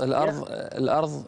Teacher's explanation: يعني حاول ما تقلقل الراء